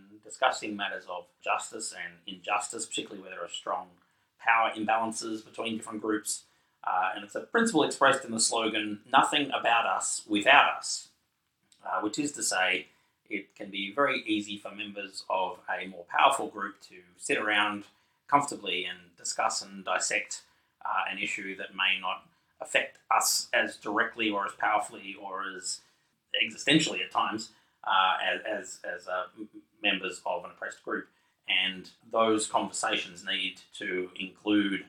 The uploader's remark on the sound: unfortunately, the sound quality of this episode is lower than hoped for.